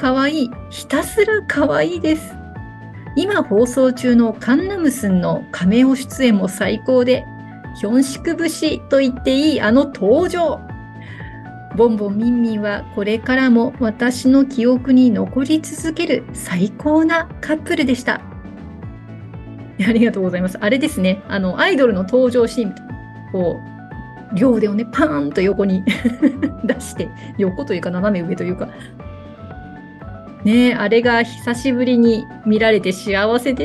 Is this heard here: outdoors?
no